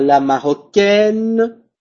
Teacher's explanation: Je ne prononce pas la e finale. Mais si je prononce très bien la consonne finale, la N, pour bien marquer la différence